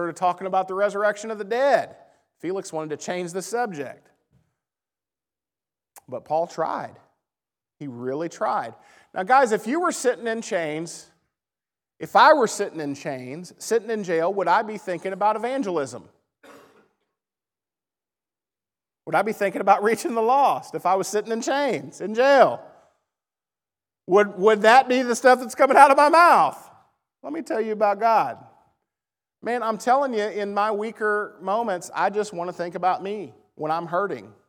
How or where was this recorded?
large echoing room